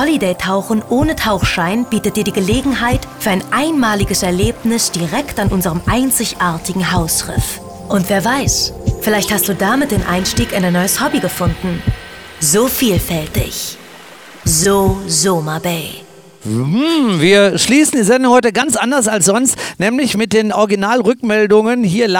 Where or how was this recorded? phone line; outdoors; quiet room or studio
outdoors